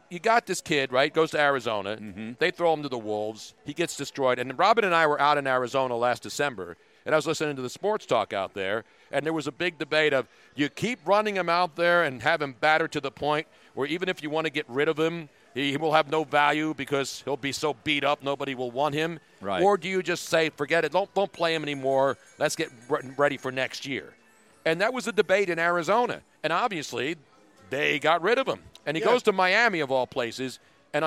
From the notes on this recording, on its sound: from Parx Casino LIVE